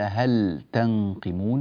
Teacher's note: في اللام مع التاء ينبغي إظهار اللام ولا يجوز إدغامها على قراءتنا في قراءة الإمام نافع.